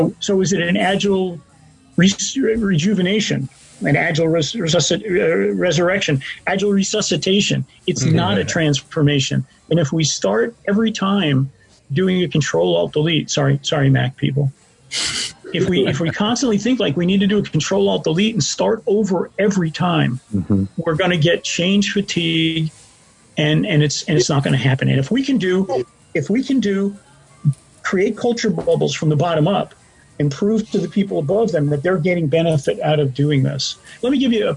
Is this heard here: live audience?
no